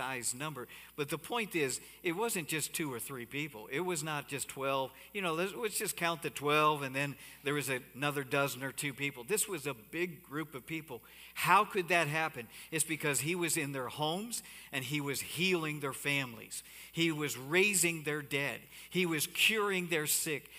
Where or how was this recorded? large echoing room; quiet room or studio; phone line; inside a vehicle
large echoing room